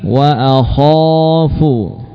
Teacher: kha dengan menebalkannya, mengangkat suara ke langit-langit